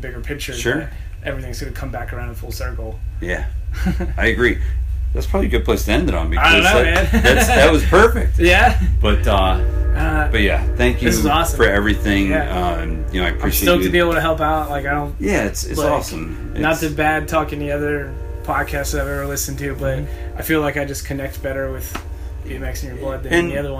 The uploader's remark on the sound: The Powers Bike Shop episode was recorded at the DIY World Championships in Richmond, VA at Powers Bike Shop.